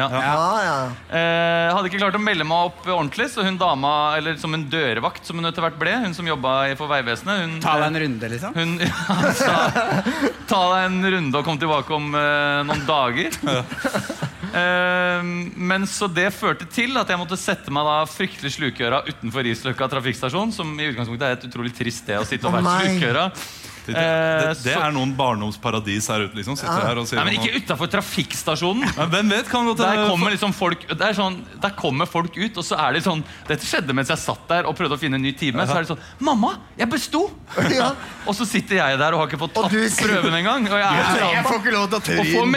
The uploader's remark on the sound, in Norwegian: Live fra Salt